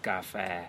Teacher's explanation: coffee in Thai is cafe, and it's like an ah vowel and an eh